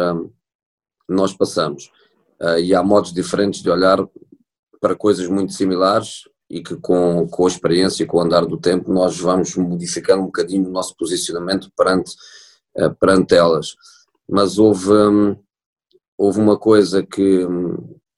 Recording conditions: video call